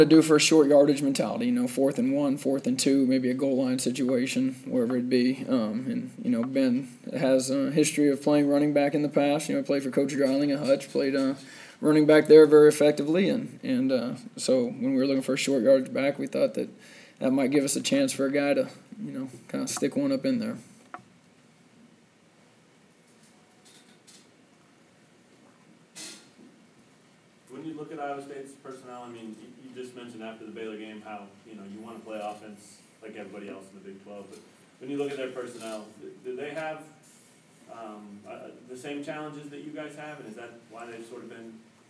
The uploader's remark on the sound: Press Conferences & Post-Game Interviews